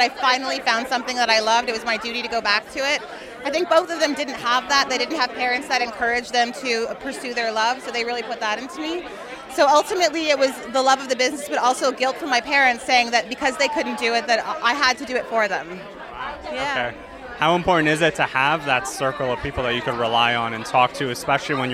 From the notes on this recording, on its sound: Live from the red carpet of the 2023 Canadian Screen Awards